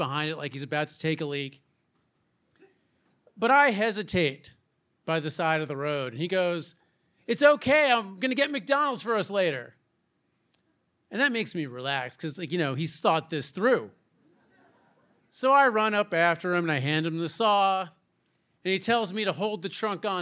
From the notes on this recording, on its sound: true stories told live on the Story District stage